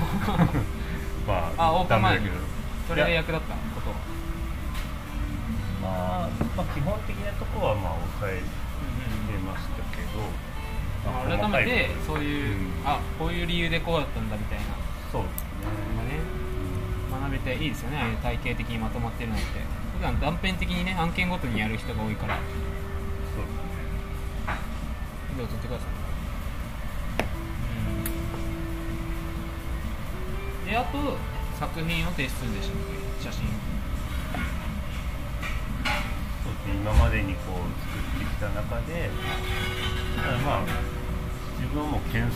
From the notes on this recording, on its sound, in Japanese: 飲食店での打ち上げトークのためノイズ多めでお送りしています。